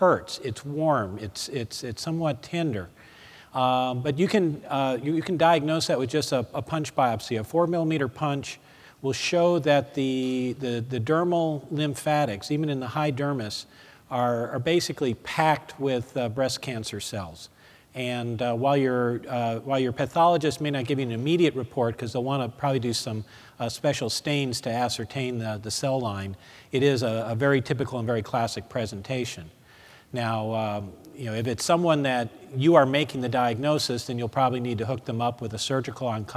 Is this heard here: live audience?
yes